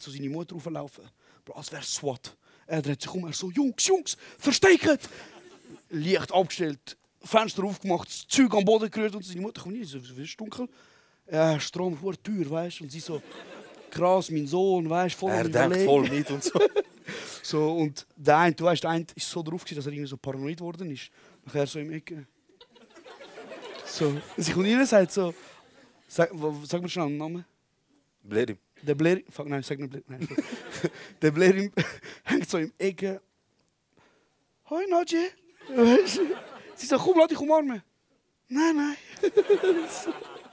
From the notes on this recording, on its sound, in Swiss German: K&B Live - Exil. Die ersti hälfti vo de Live Show im Exil.